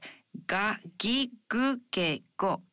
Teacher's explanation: In Japanese, you pronounce gu in the initial syllables of words as a voiced gu, like ga, gi, gu, ge, go. · Term: voiced consonant